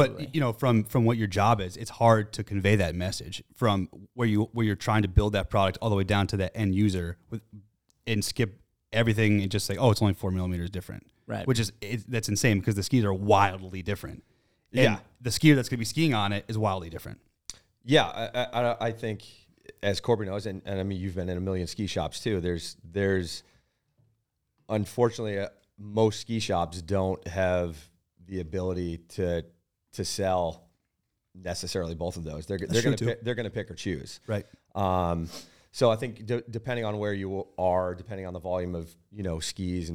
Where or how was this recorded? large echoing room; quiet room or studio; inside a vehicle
quiet room or studio